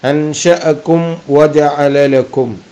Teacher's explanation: കൊണ്ട് മീം സുക്കൂനുള്ള മീം വന്നാൽ അതിൻ്റെ തൊട്ട് വാ വന്നാലും ഫ വന്നാലും ഈ മീമിൻ്റെ ശബ്ദം ഒന്ന് കട്ട് ചെയ്ത് ഓതിയാലേ അത് ശരിക്ക് വാന്ന് പറയാൻ കഴിയുള്ളൂ